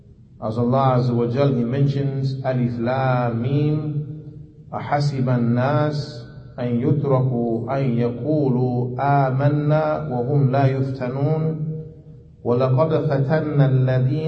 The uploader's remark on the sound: Lecture given Masjid Nur Allah, Queens, Ny